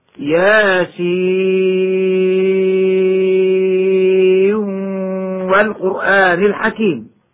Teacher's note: إدغام نون ياسين في الواو مع بقاء الغنة هكذا ياسين والقرآن الحكيم، كما يجوز أيضا في نون والقلم هكذا